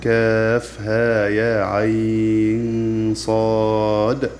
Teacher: تجد في النون من عين الإخفاء المفخم لإتيان الصاد بعدها